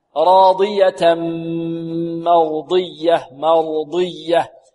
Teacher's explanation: التنوين وبعده ميم هنا إدغام بغنة